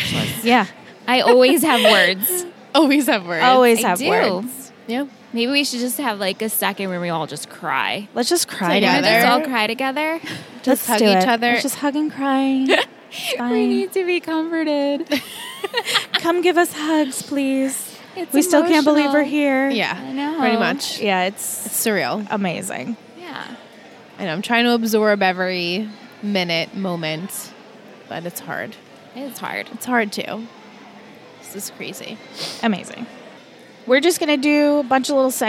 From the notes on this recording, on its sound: Recorded LIVE from TRIC.